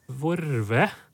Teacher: Og da er det ei uttaleform her med r, vorve, som er belagt nettopp fra lom og sjåk